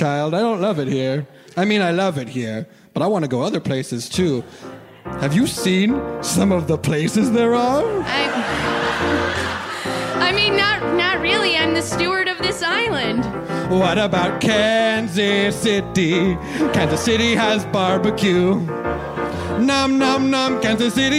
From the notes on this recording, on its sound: OFF BOOK Live! From the REACH Festival at the Kennedy Center. With a performance of the brand new musical.